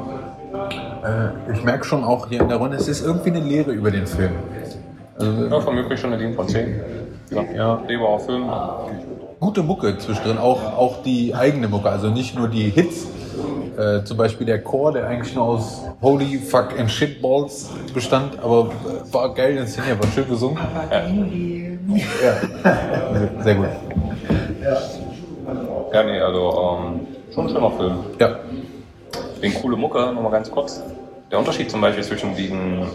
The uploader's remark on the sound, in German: nächstes mal ist die Soundquali wieder besser